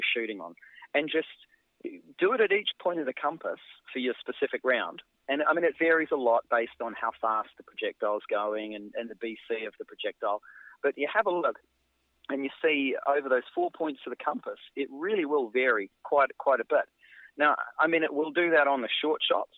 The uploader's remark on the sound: we also have a quick phone interview